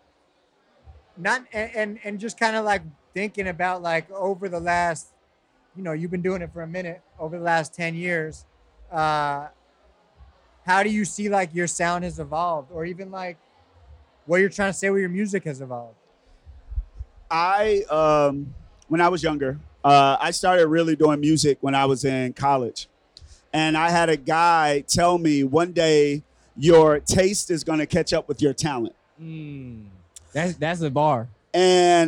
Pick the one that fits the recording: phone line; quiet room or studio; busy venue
busy venue